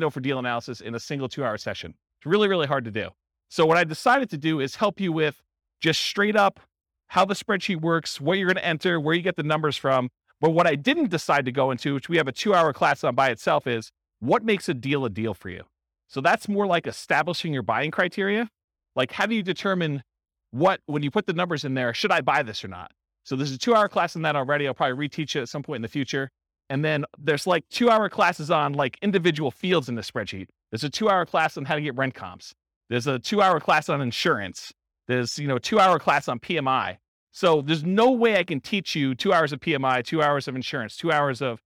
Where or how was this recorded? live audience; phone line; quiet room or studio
live audience